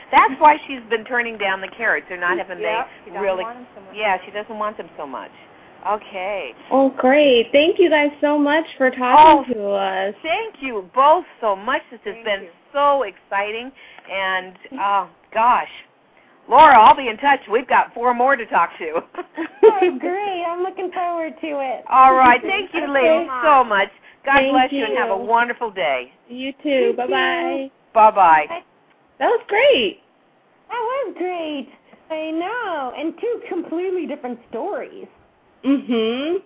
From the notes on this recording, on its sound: Open up the lines for listeners to call.